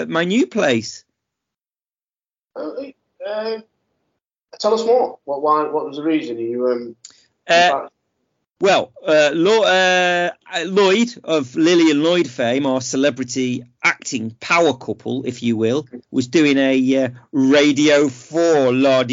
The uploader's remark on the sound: Apologies for the slight sound issues.